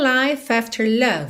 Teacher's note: Como é de life não é pronunciado, o F já juntou na vogal A de after